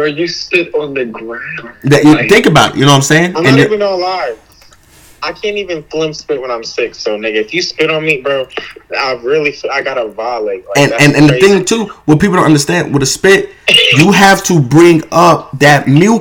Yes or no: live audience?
no